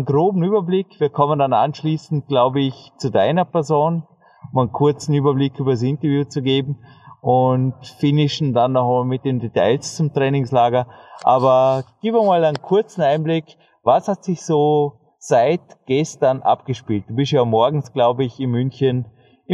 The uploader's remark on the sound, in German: Direkt von der „vordersten Front“ des Dornbirner Leichtathletikstadions gibt’s erstmals live on tape.